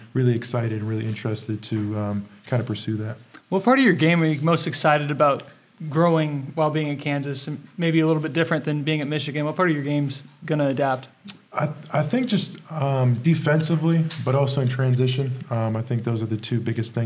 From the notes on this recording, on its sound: The first-ever live episode of Rock Chalk Unplugged. The first-ever live episode of Rock Chalk Unplugged. A handful of Kansas fans got to participate in a live Q&A.